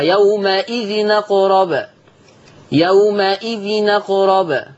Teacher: قال لك يومئذ أقرب، لما ينقل ورش حركة الهمزة للتنوين، التنوين نون ساكنة فالهمزة مفتوحة، فلما تنتقل للتنوين التنوين يبقى نون مفتوحة